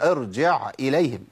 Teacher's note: الهمزه حرف فيه شده وفيه جهر، انقطاع صوت ونفس، خد بالك ما توصلش العين الى الهمزه، ما اقولش ارجع اليهم، ارجع اليهم، ارجع اليهم، هي ارجع اليهم، جع.